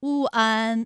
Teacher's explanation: 双唇呢要先搓圆，舌头后缩，舌位由后高元音呜向前低元音啊抬起 · 双唇同时有一个从合变开再变略展的动作，发出前鼻尾复合音读作弯